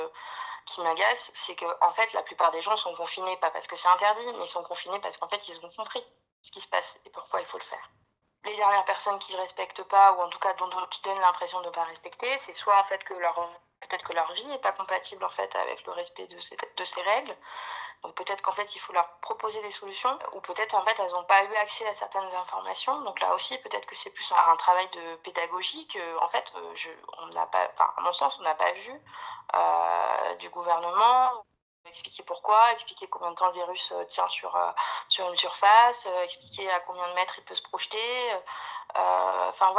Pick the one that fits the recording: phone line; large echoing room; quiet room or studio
phone line